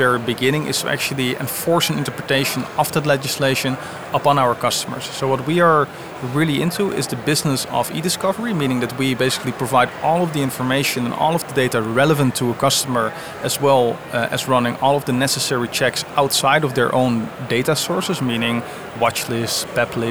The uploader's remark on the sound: live recorded from Money2020 (June 2023)